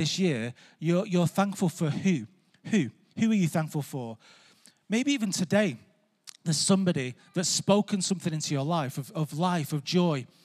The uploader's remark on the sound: Recorded live at Life Church